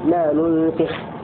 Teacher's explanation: بضم النون الأولى وإسكان الثانية وكسر السين